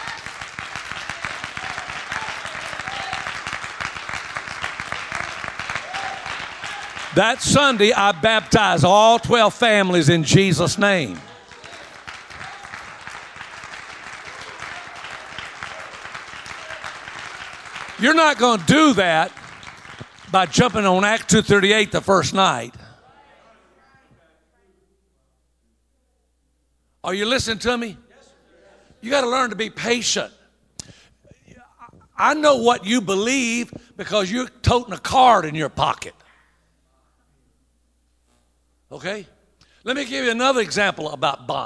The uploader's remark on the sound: At the Church Growth & Planters Conference 2021. This is a local OHNAM Conference designed for church planters in the Ohio region.